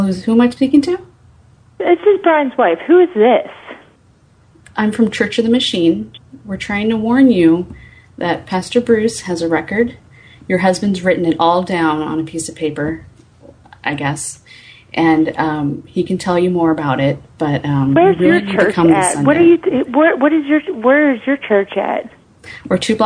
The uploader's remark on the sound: RBCP's Personal Prank Phone Calls Collection